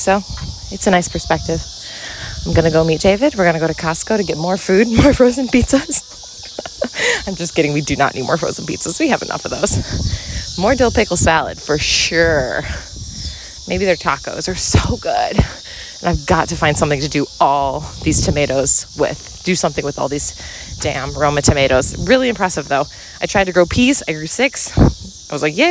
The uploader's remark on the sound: Walk & Talk. On a walk through the neighborhood!